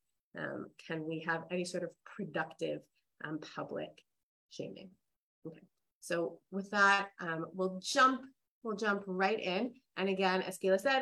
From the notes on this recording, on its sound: This audio was originally captured from Zoom